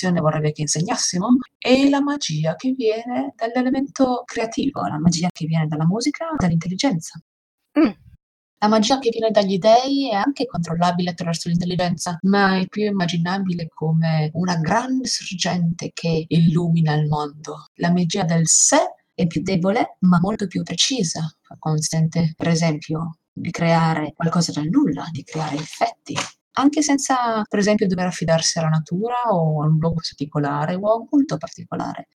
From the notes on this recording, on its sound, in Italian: Purtroppo la qualità audio non è delle migliori, siamo dei poracci e giochiamo via Discord registrando con "Craig Records!", ma ci stiamo lavorando!